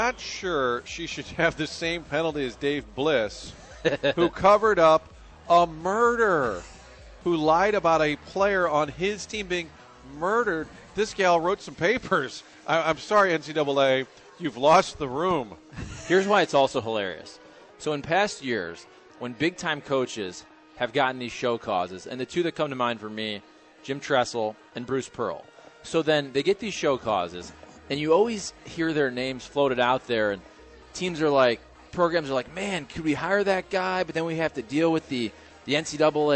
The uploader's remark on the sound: broadcasting live from Kingside in Clayton